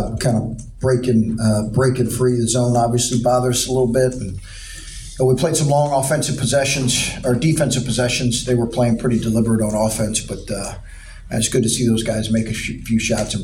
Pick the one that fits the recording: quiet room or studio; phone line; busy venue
busy venue